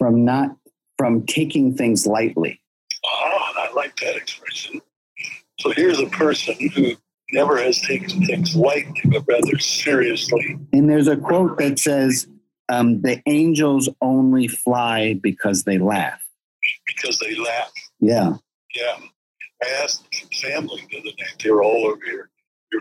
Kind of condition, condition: link, phone line